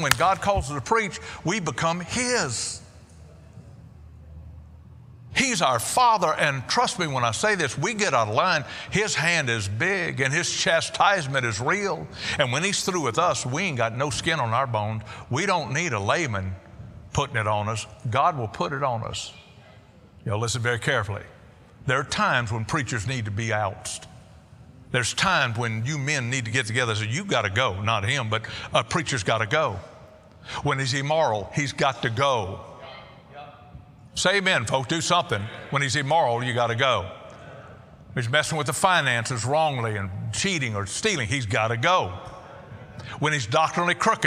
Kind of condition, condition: setting, large echoing room